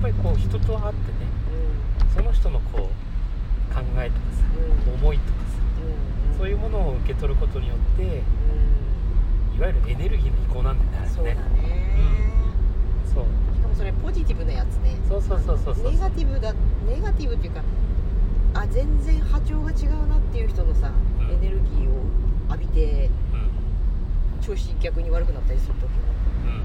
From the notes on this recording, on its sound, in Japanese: 今夜は移動中収録です 最後バックのピーピー音入ってすみません。移動型教室WAFF》。